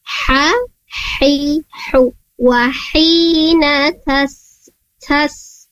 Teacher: Untuk ha mafhudnya di wasatul halqi · Term: huruf ha